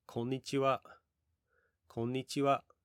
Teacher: I'm raising my intonation and keeping it high at the end